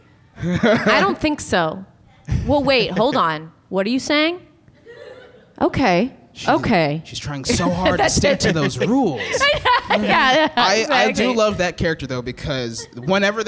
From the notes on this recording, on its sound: LIVE at UCB Sunset with an all-star panel of comedians & TV writing pros.